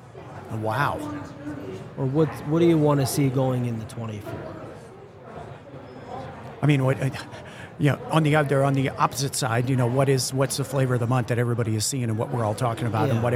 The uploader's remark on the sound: Recorded with Oleeo at HR Tech 2023. This is a special mini series recorded with Oleeo at HR Tech 2023.